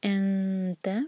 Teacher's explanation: نون کی آواز کو چھپائیں گے، اخفاء اور ٹائم دیں گے